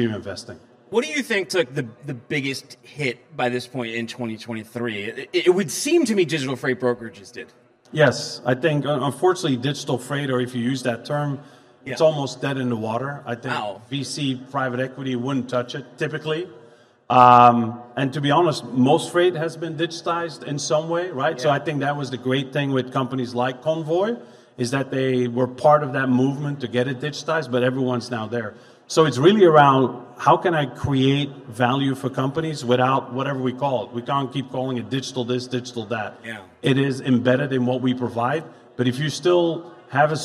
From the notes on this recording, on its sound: Is live from day 1 at The Future of Freight Festival and we’re bringing the gong show to Chattanooga.